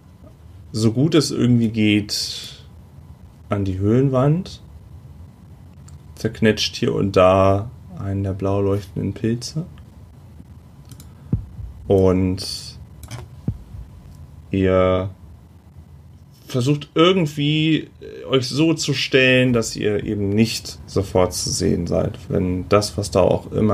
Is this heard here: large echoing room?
no